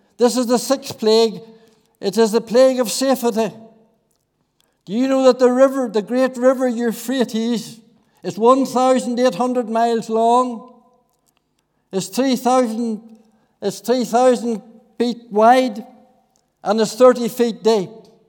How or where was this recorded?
large echoing room